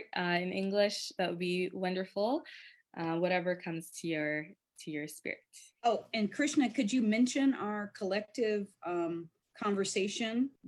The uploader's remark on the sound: A live virtual panel.